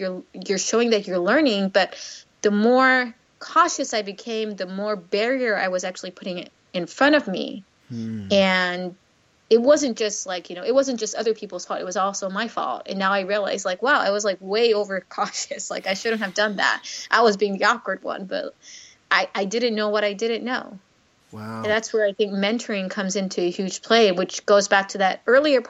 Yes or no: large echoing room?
no